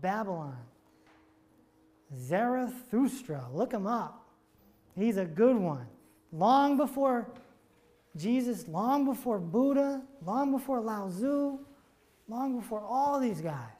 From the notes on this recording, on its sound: This episode is from a live seminar he did in front of 50 people at the BRIDGE Healing & Arts Center in Farmington, CT on May 8th 2019.